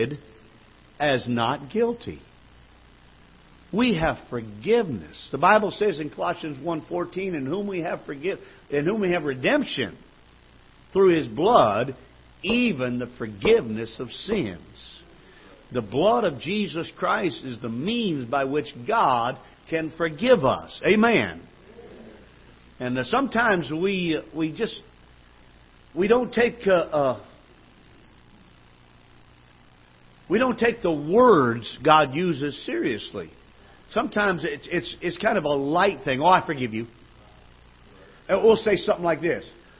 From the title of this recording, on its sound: Ketha Heights Baptist Church ~ Live Broadcast